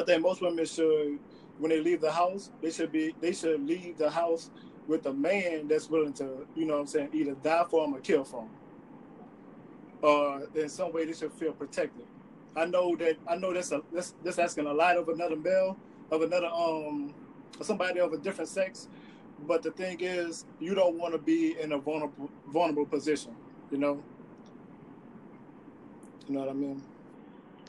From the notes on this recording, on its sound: I apologize for the bad connection as well.